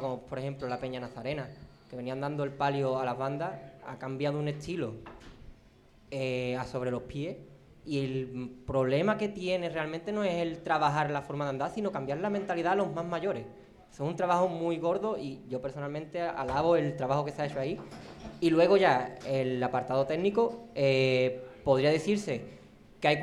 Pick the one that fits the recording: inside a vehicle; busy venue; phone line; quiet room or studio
busy venue